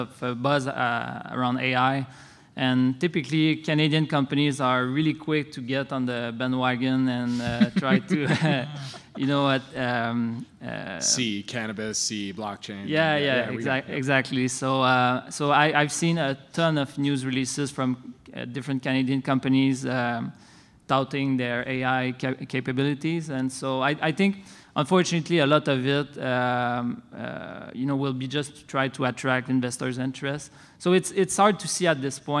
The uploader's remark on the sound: Planet MicroCap Podcast: LIVE panel recording that we did last week at the Planet MicroCap Showcase 2023 at the Horseshoe Hotel & Casino in Las Vegas